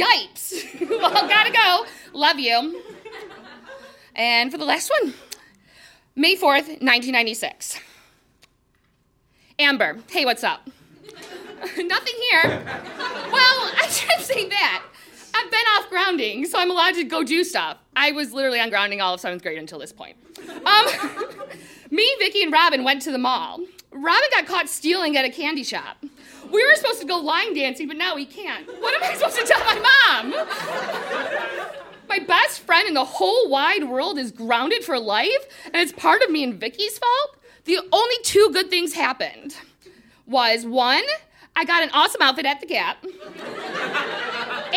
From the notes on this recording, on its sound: Recorded live in Chicago.